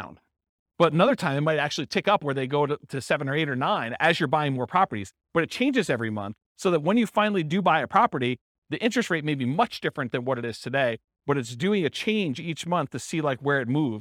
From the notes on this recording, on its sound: This was a live class recorded